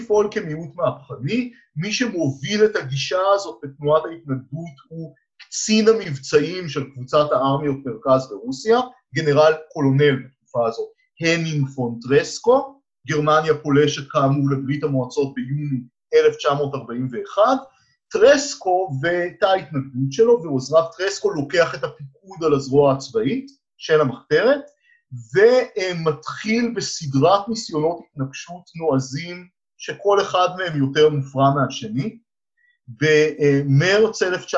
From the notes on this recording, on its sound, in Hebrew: הקלטה דרך זום